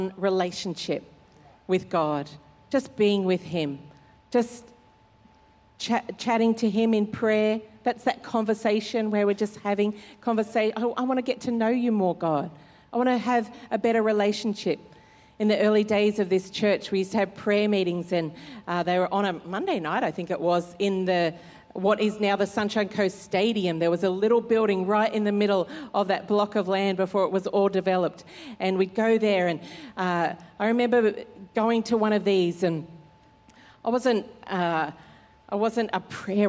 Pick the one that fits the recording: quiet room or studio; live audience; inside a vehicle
live audience